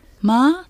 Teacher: はい、で高い声調でまあとすると馬